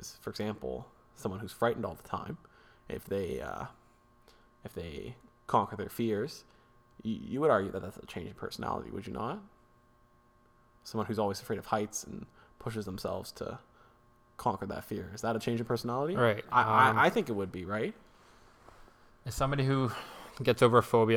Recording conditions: hum or buzz